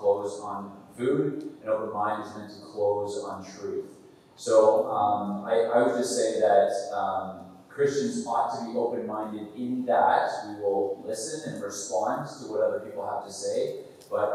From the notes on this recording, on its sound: Live Audience Q&A at Worldview Leadership Academy. Audio quality improves around the 15-minute mark!